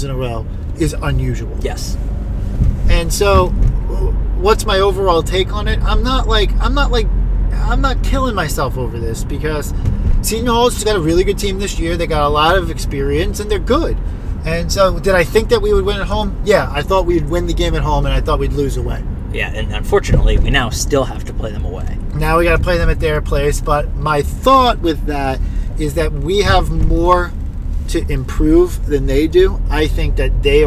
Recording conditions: inside a vehicle